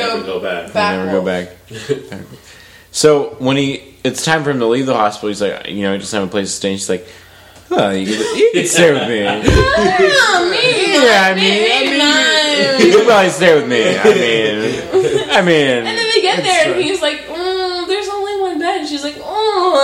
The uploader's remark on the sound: SORRY in advance for the audio quality!